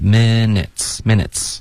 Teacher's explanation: minutes 要注意别发成咪。不是一个一的音，说它低一点